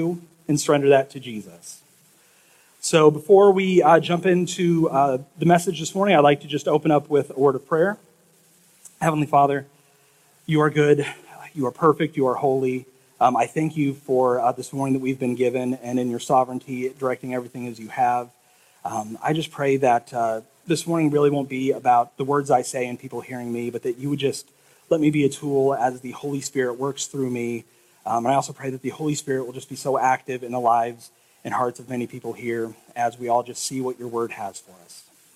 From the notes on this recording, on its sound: This sermon was preached 5-21-23 at High Pointe Church in Altoona, IA.